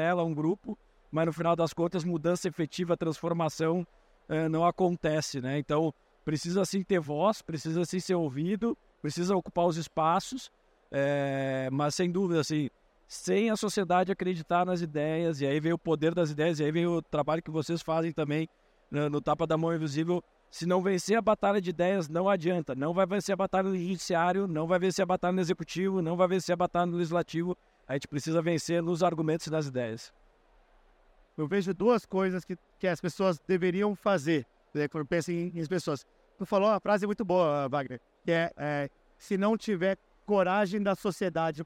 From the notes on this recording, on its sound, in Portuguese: O episódio de hoje foi gravado em abril de 2023, no Fórum da Liberdade.